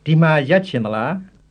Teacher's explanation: instead of jin with a J sound, you're now saying chen with a ch sound